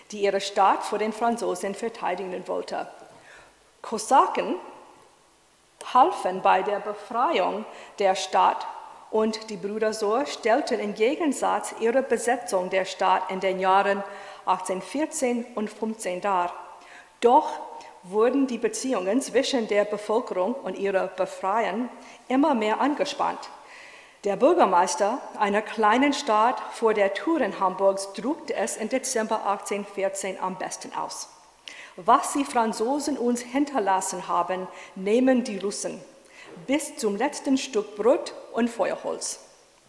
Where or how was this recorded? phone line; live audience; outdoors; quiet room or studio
live audience